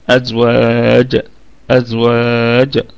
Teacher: أزواج، والواو فيها مد طبيعي وصلا وهو عرض السكون وقفا، والكلمة فيها 7 أوجه، 7 أوجه، 3 بالسكون و3 بالإشمام ووجه بالروم. ونراعي هتكون القلقلة قلقلة وسطى، أي في المرتبة الثانية من مراتب القلقلة، حال الوقف على الجيم